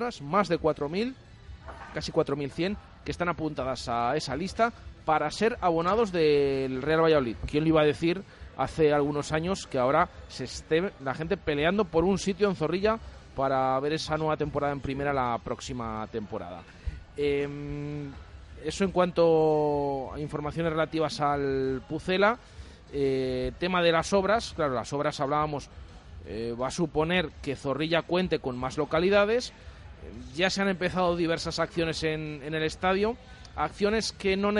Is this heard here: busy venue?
yes